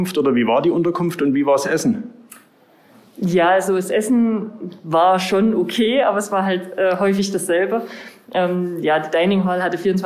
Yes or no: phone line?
no